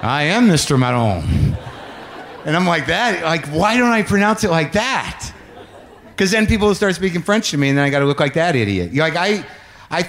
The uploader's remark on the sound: Live from Just For Laughs Montreal.